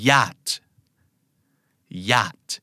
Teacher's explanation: แต่จริงๆคำนี้ออกเสียงว่าญาตไม่มีตัวชอเลยไม่มีตัว chเลยนะครับ